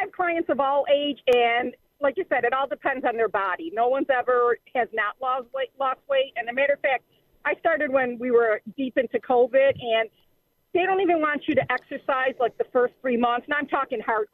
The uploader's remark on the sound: Takes your phone calls.